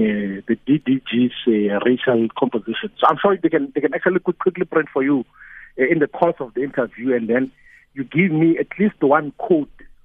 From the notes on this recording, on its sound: He now joins us on the line…. Guest(Phone).